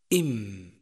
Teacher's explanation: يخرج حرف الميم من بين الشفتين إم، ويصاحب حرف الميم غنة تخرج من الخيشوم. صفات حرف الميم المتضادة هي أولاً الجهر، حيث ينحبس النفس عند النطق به إم.